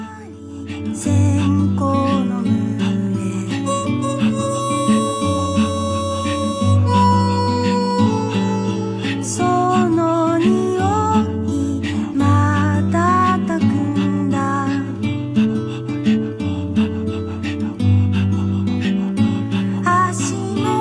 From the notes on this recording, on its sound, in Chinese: 日本实地录音。